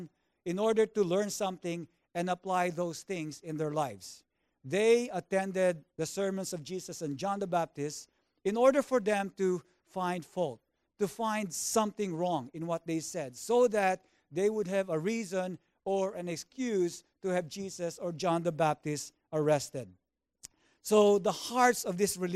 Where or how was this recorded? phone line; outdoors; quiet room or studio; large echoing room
large echoing room